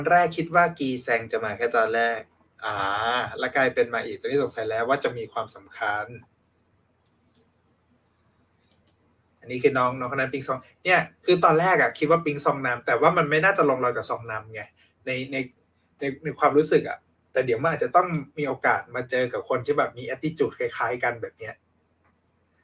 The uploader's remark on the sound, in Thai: รายการนี้เป็นการทดลองนำรายการสดมาบันทึกเสียงเพื่อลงในเวอร์ชันพอดแคสต์ ทำให้คุณภาพเสียงไม่ได้สมบูรณ์แบบมากนัก มีการพูดซ้อนกันเป็นระยะๆ